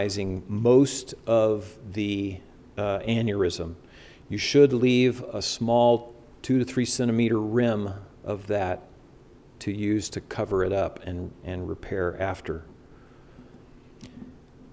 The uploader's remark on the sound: This is an updated lecture recorded Sunday, September 11, 2022 during the CORE conference in Salt Lake City, Utah - USA.